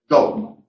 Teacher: no debe pronunciarse como velar fricativa, es decir, como J, sino como una G con una pequeña fricción. Dogma, no dogma.